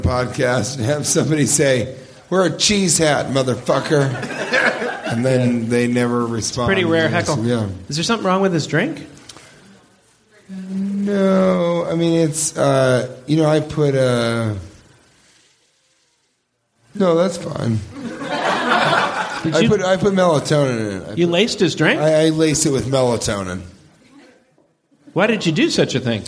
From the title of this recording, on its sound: Live from Skyline Comedy Cafe!